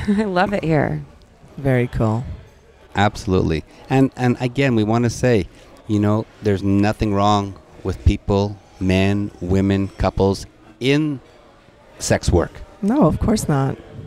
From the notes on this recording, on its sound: Join us on location at Hedonism II Resorts in Jamaica.